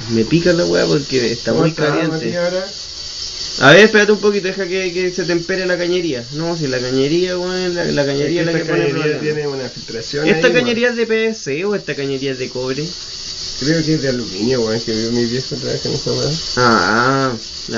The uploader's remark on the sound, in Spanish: Disculpen la calidad del audio, todavía somos amateurs.